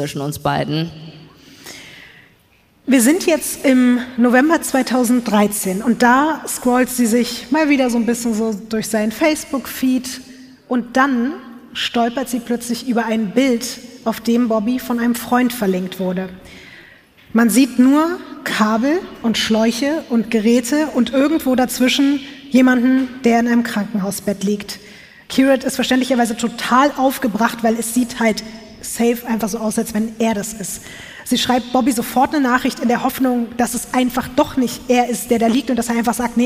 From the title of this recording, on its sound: LIVE in Hamburg